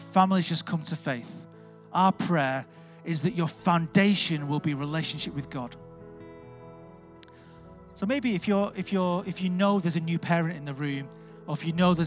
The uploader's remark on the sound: Recorded Live at Life Church Lancashire on Sunday 15th October.